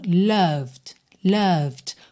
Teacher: Nem o O é O e nem o E é pronunciado.